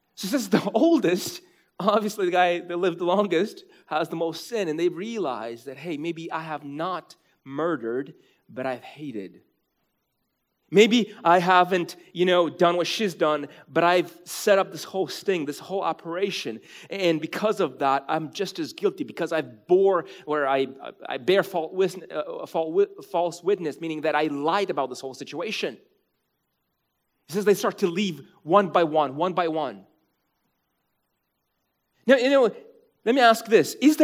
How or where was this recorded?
large echoing room